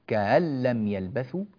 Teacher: إذا كانت الهمزة مفتوحة فما هو أصل الفتحة؟ الألف، فيسهل الهمزة بينها وبين الألف · Term: التسهيل